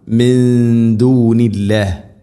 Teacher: സാക്കിനാ നൂന് ശേഷം ദാൽ, ഇഖ്ഫാ ബിഗുന്ന, നൂനിനെ അവ്യക്തമാക്കി മണിക്കണം